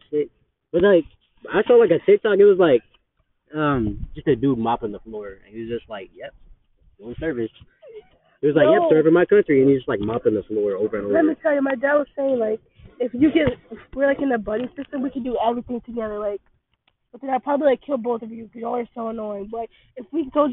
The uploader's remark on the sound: this audio is bad